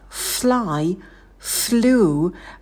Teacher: Также на звуке F сидим подольше. И в первом глаголе у нас дифтонг I. Челюсть опустите, язык оттяните назад. Fly, flew. В слове flew будет долгий U.